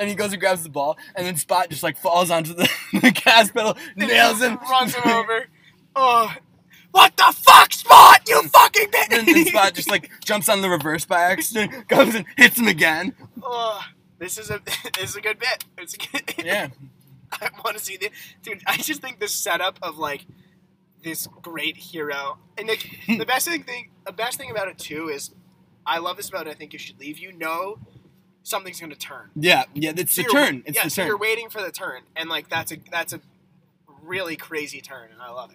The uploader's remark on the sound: Recorded on a boat.